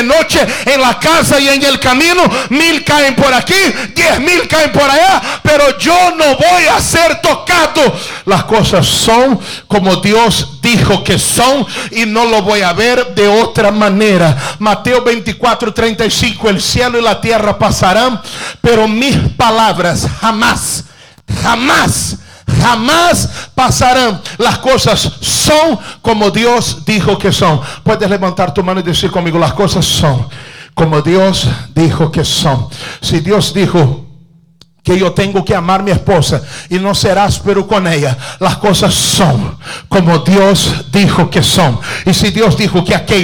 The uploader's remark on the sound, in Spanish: Culto grabado en la Iglesia Internacional de la Gracia de Dios en Miami.